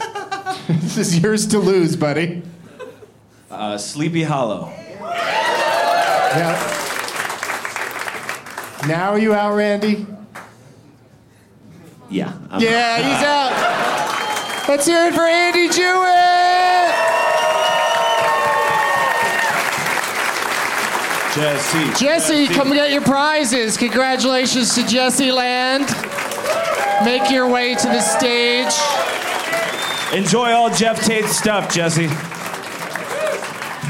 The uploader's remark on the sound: Live from Comedy Works in Denver